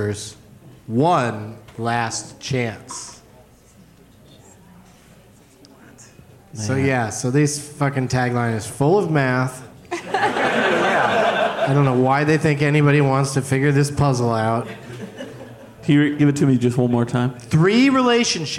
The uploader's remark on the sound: Live from The Improv in San Jose